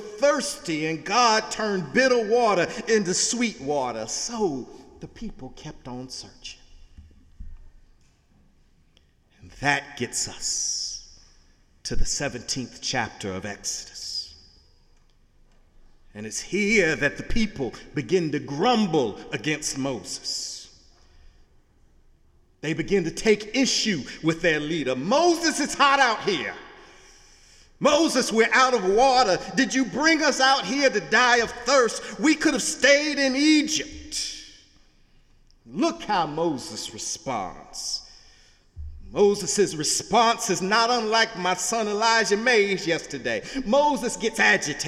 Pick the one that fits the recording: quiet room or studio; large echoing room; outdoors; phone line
large echoing room